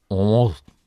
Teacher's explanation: Und die Aussprache ist ein bisschen variabel, ähnlich wie im Englischen. Also es ist gar kein hartes R, wie du das als Bayern machen würdest, sondern vielleicht so Ormus.